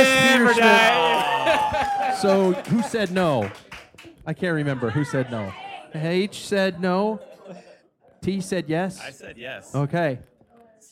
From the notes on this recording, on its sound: Live at Badass Backyard Brewing in Spokane Valley